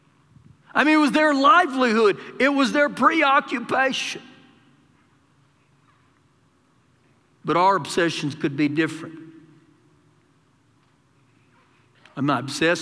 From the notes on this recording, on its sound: Recorded live during our Wednesday night service